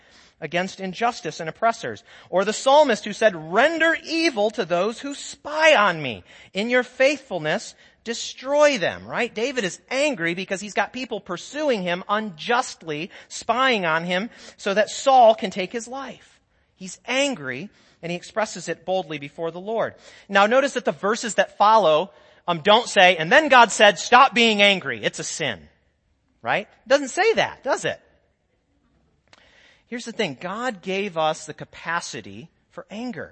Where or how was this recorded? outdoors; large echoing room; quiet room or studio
large echoing room